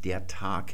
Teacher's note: da endet das Wort mit dem G-Laut, das ist die sogenannte Auslautverhärtung. Da wird es also stimmlos. Und wenn man jetzt das Wort Tag transkribieren möchte, dann kann man ein G schreiben wie hier mit einem Kringel darüber.